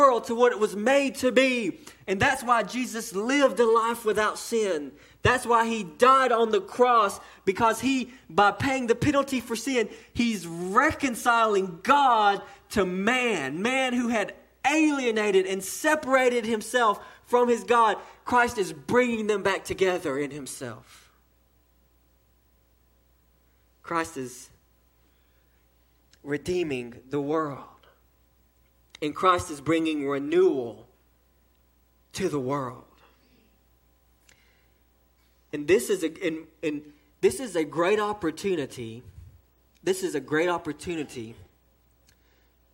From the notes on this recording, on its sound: sermon delivered to Cottondale Baptist Church in Eastman, GA during the 6:00pm service